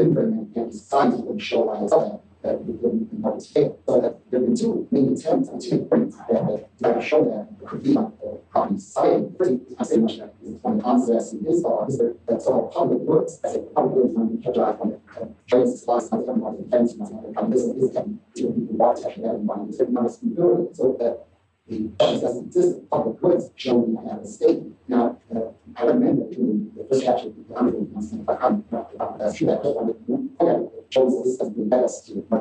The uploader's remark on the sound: The current track has been improved with auto-processing; better audio track in preparation, with manually done tweaking… will replace the current track when ready. This lecture is from the 2008 meeting of the Property and Freedom Society.